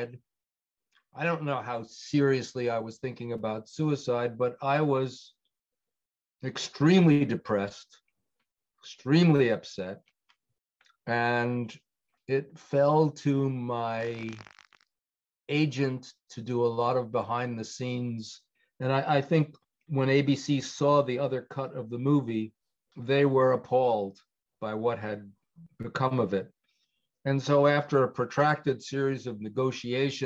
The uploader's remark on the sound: speaking to me via Zoom